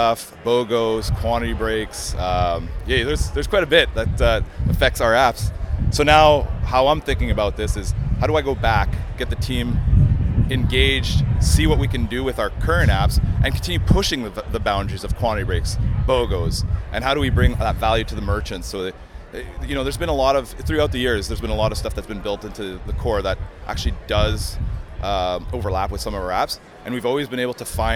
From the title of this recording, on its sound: Live at Shopify Unite 2018